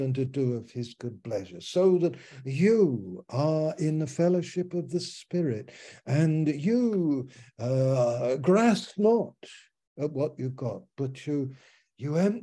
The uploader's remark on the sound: Malaysia Meets (Zoom).